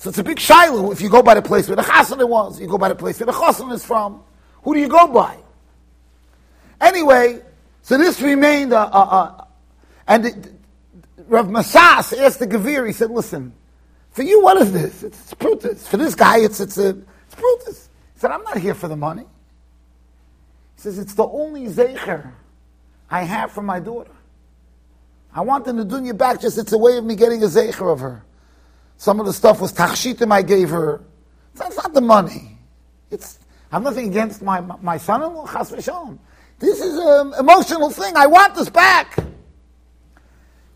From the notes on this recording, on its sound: Shiur recorded in Yeshivas Ohr Reuven, Monsey NY.